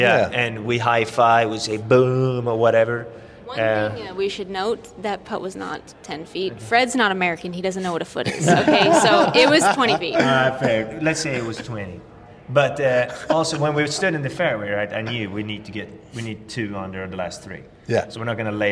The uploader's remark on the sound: live from the PGA Show